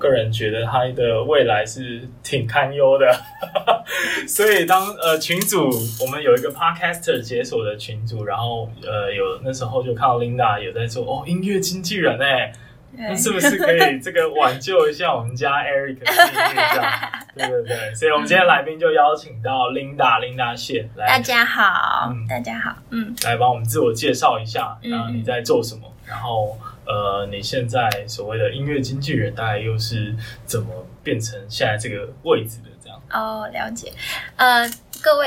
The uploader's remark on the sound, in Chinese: 但沒想到台中沒有適當的錄音室，臨時找到樂團練團室店家的設備卻出問題，所以最後只好用iPhone錄音，可能還會聽到鼓聲，所以本集內容聲音的品質比較傷耳請見諒。